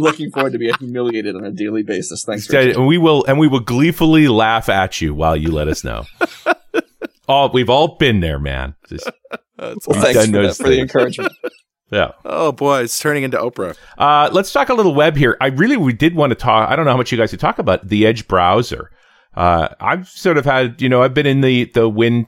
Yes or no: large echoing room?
no